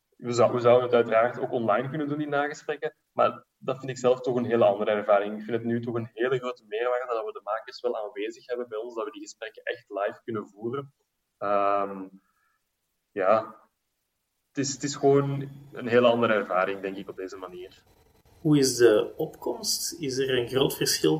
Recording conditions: video call